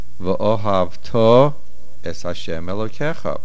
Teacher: The main stress is milra, on the last syllable.